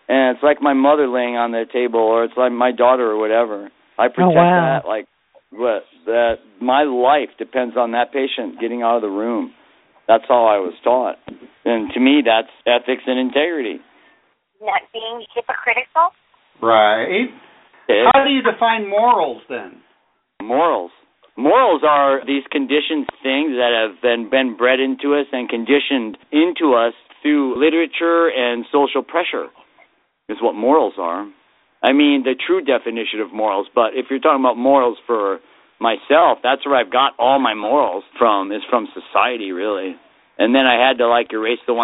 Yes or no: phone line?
yes